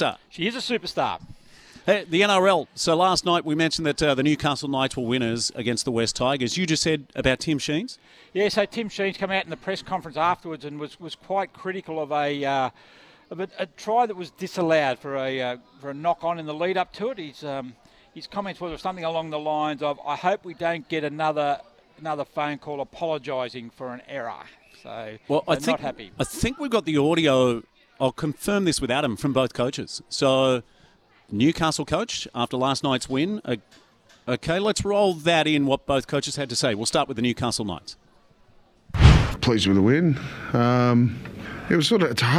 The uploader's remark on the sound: live from Edsac the home of the Entrance Tigers